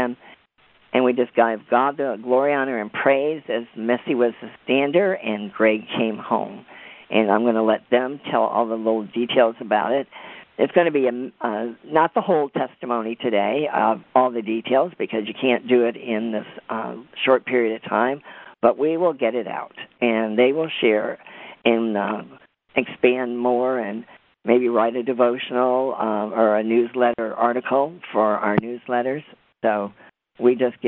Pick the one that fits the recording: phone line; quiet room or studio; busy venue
phone line